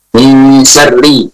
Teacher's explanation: Kalau wasal ada kalimat tersebut, ra-nya dibaca tipis. · Term: dengan suara tipis